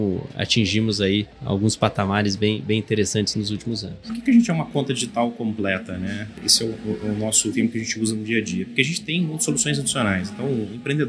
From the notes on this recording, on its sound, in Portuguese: gravado durante a Gramado Summit